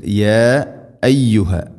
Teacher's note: നാലോ അഞ്ചോ ഹർക്കത്തിൻ്റെ ഖദറിൽ നീട്ടാവുന്ന മദ് · Term: മദ് മുൻഫസിൽ